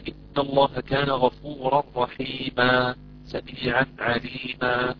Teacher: نقلب التنوين هذا تنوين الفتح إلى ألف